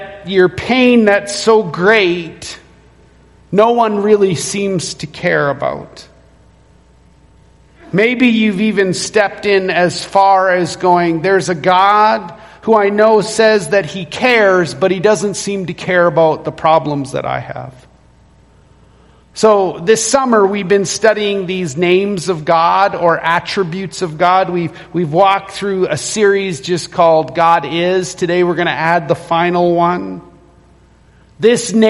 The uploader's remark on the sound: Recorded at Renfrew Baptist Church, Calgary